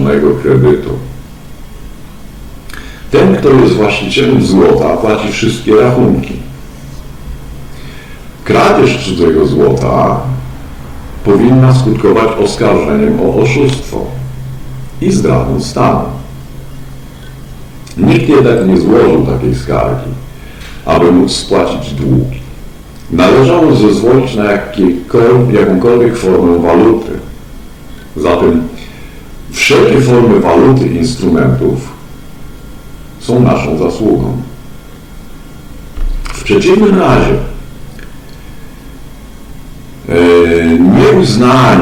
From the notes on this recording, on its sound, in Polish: Wybaczcie proszę jakość dźwięku.